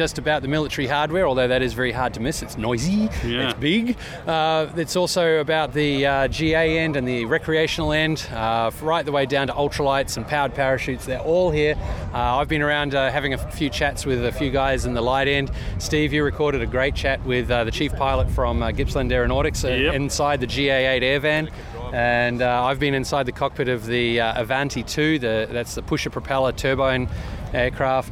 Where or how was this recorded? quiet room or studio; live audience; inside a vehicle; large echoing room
inside a vehicle